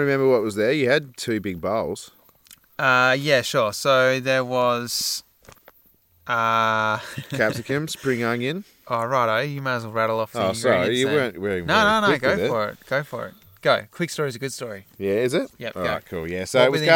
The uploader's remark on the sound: This week we recorded in the outside studio, under the night sky with the true nature sounds of crickets, night bug life and even a bull telling us to shut the heck up